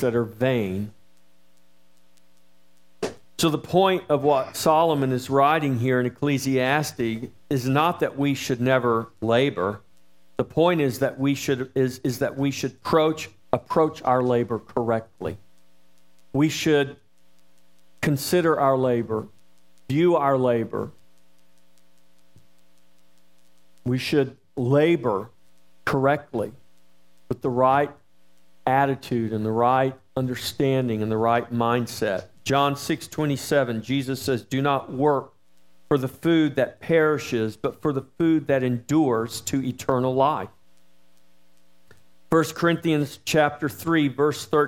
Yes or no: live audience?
no